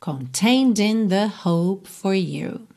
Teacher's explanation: você vai usar o D para ligar no in